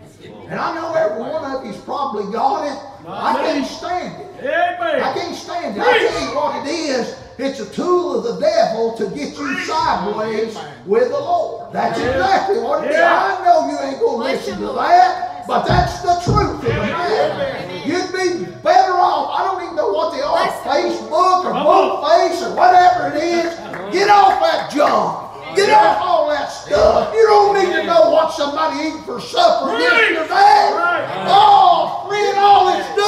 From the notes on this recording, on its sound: Wednesday Evening service at Calvary Baptist. February Revival.